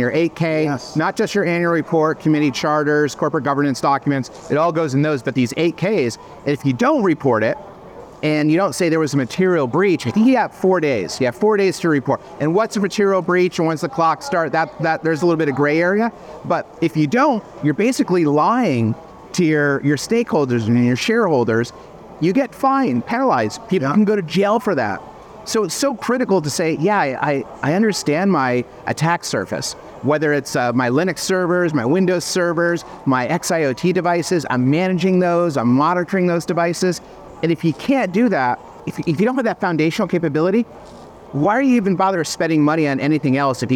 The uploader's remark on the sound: Live from Las Vegas: the Black Hat experience. Huddled in a corner, away from the lights and sounds of the slots. In this mini-sode on location.